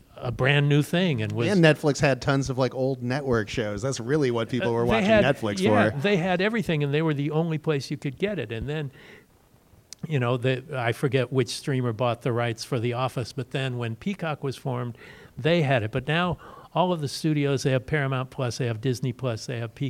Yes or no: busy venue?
yes